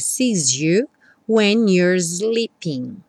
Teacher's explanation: Juntando aqui o S do sees, ficou um som como um Z.